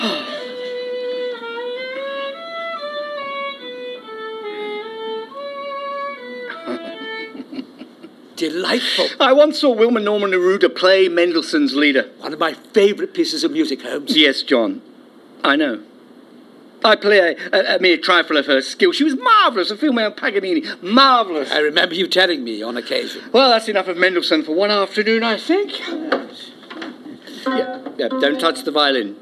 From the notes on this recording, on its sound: Recorded in front of a live studio audience.